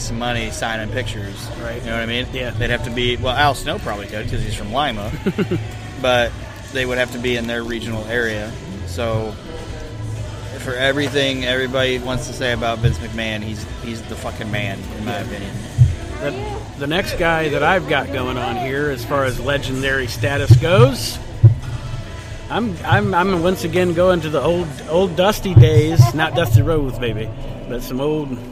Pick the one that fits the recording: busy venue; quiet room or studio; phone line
busy venue